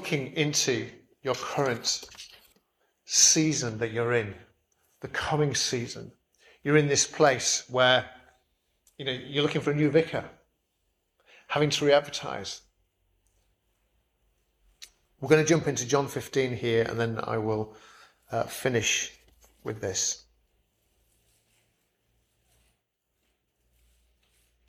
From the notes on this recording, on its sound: Preached at St Barnabas, Swanland on 11th June 2023